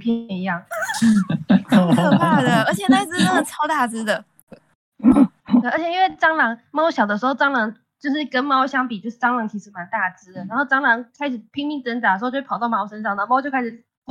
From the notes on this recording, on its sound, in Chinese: 因疫情影響，本集藉由遠端通訊軟體錄製而成，錄音品質稍有影響，還請見諒。